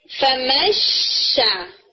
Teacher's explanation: اس میں تھوڑا شین کا ٹچ آ رہا ہے · پھر اسی طرح سے اوکے، جیسے میں نے آپ کو بتایا کہ ہم نا نیکسٹ لیٹر کے مخرج کے قریب جاتے ہیں اخفا کرتے ہوئے